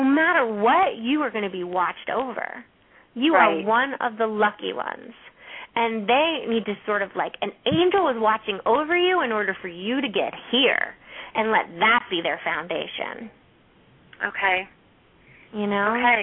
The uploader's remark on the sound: open up the lines for listeners to call